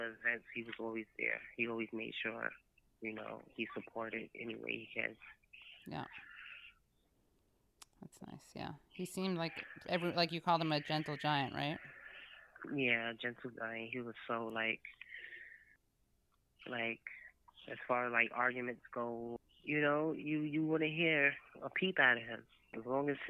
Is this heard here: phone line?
yes